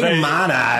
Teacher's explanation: The D is borderline silent.